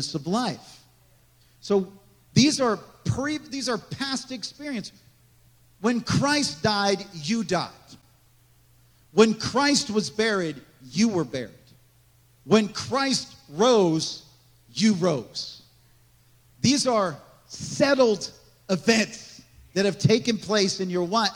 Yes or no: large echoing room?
yes